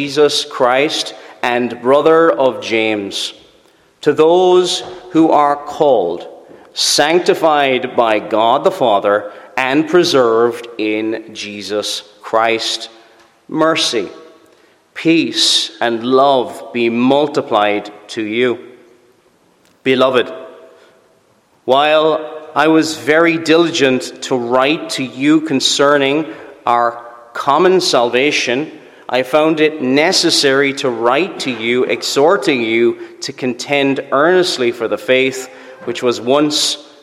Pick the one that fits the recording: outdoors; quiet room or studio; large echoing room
large echoing room